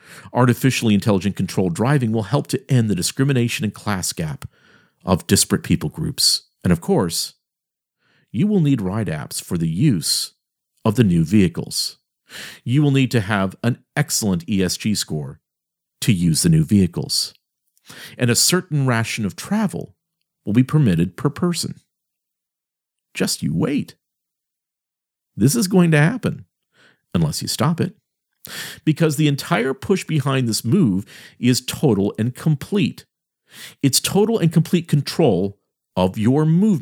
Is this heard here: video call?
no